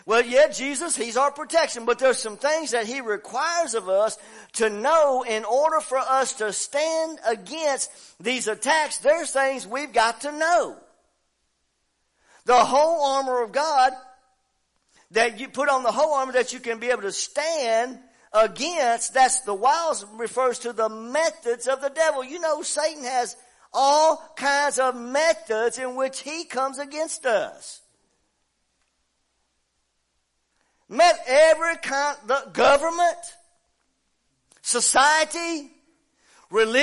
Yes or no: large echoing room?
yes